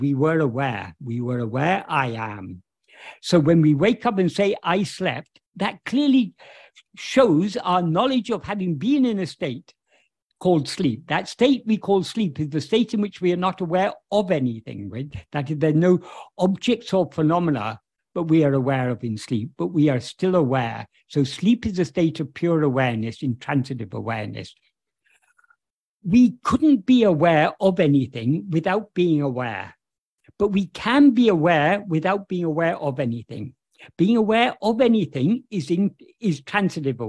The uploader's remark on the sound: In a Zoom meeting with the Ramana Maharshi Foundation UK on 14th October 2023